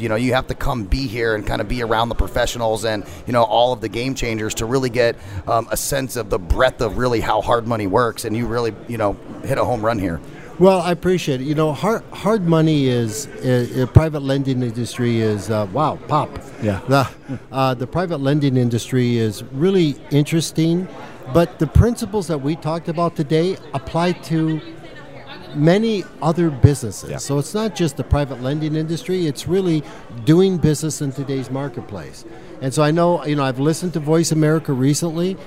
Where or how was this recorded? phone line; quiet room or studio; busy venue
busy venue